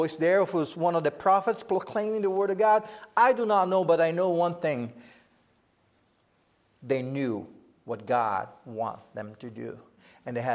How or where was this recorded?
large echoing room